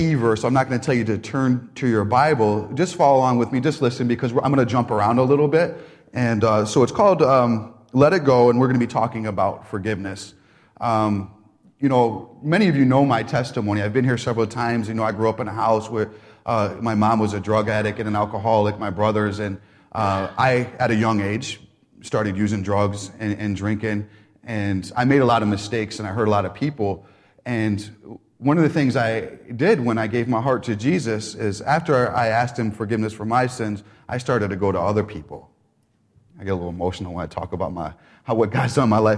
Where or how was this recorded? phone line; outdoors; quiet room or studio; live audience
live audience